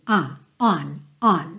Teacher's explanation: Já a preposição on, você já faz o formato mesmo do O, on, só que ele é super nasal, é mais aberto, não é uma letra O, O, O, O, é on, on, tem esse on, aqui, on, on.